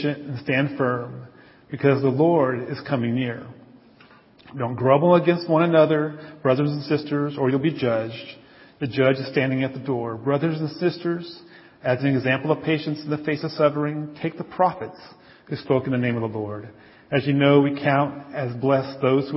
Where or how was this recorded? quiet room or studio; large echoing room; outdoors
large echoing room